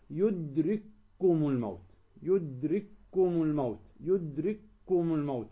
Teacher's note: ندغم الأولى في الثانية، الكاف الأولى والكاف الثانية · Term: إدغام